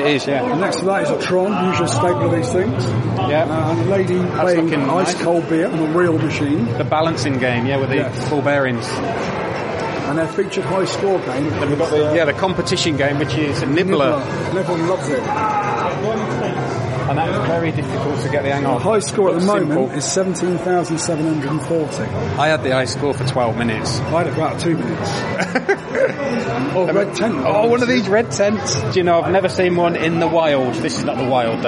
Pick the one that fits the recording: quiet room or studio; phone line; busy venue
busy venue